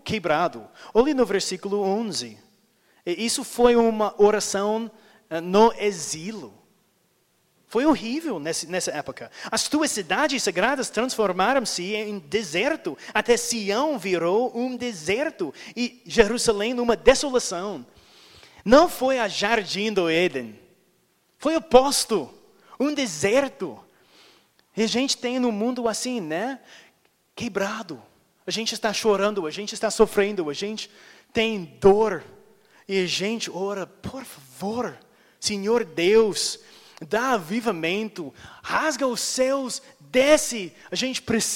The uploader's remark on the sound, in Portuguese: Mensagem gravada na Igreja Batista Jardim Minesota em 25/04/2021